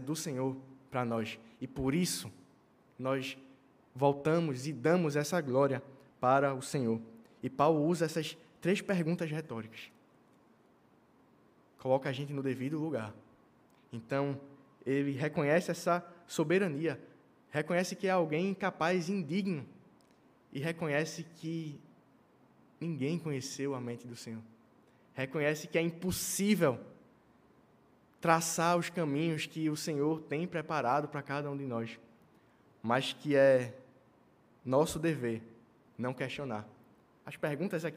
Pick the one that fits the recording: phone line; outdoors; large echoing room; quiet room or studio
large echoing room